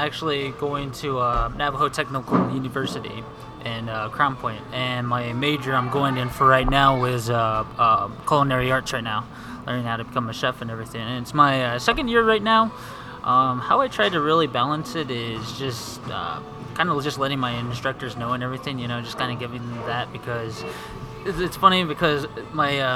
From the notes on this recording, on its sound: I met up with the band at Starbucks in Gallup NM so excuse the background noise.